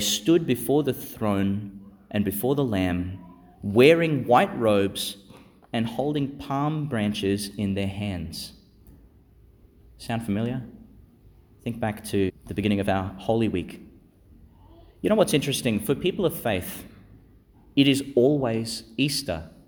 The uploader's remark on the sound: Delivered in Our Lady Star of the Sea Church, Gladstone, and St Peter Chanel Church, Miriam Vale, Qld.